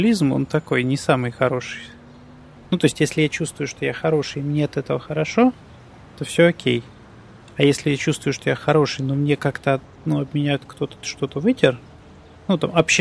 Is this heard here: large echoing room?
no